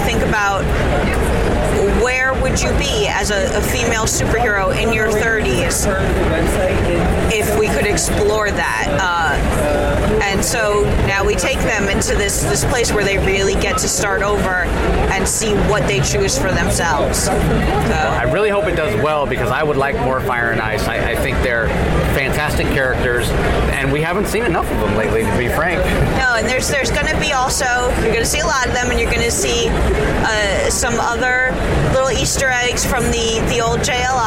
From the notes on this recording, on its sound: LIVE from SDCC ’23